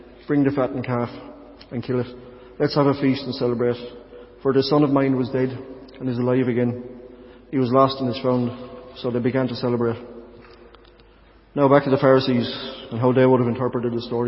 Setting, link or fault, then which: setting, large echoing room